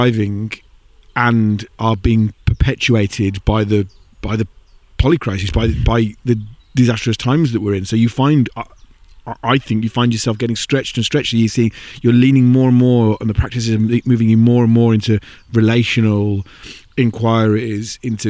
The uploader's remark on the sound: Recorded in a meadow in Somerset at sunset on a very dry June day